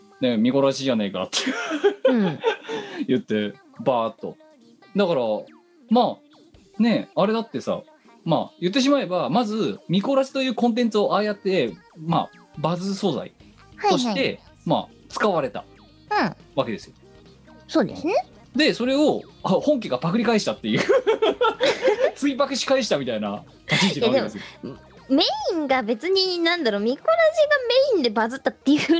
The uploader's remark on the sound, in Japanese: 本番組はリモート収録です。収録時環境の影響により、聴き取り辛い部分があります。